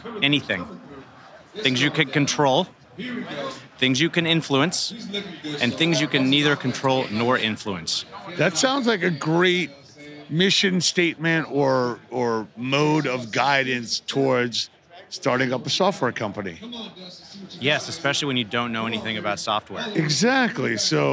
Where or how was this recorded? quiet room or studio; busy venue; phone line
busy venue